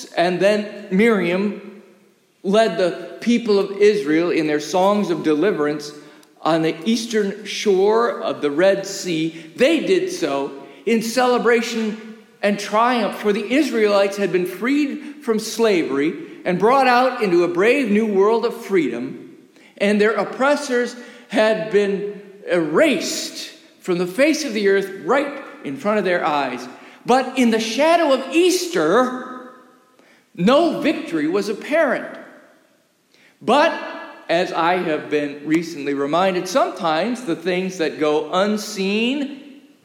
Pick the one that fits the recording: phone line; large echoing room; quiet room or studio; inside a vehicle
large echoing room